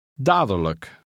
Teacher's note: Notice that the middle D in this word is almost silent. Also, the L-I-J-K ending is always unstressed and is pronounced look.